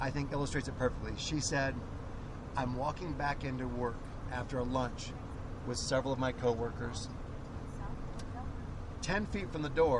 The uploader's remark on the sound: So there I was in the back of a Tahoe getting to record a podcast